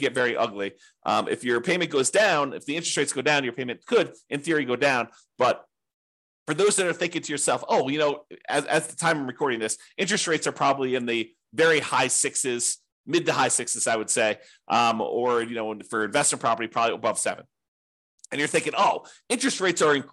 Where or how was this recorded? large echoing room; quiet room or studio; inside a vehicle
quiet room or studio